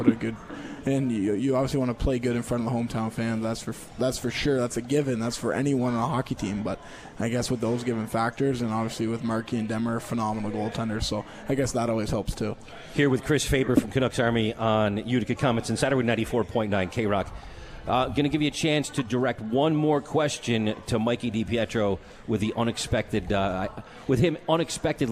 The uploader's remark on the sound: At The 72 Tavern & Grill and joined on the phone.